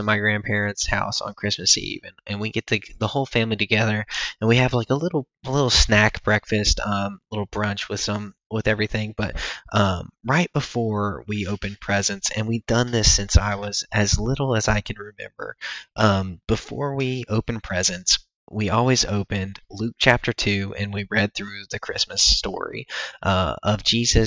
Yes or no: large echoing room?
no